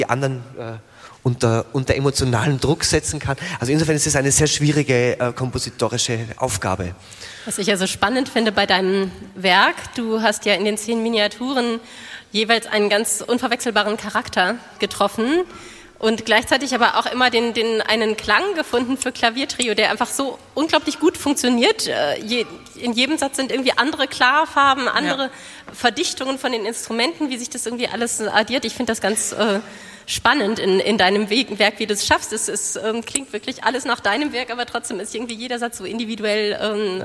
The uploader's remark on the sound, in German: Livemitschnitt aus Grafenegg. In der Konzertreihe "Boulangerie". Hier hört Ihr einen Ausschnitt aus dem Konzert sowie dem Podiumsgespräch.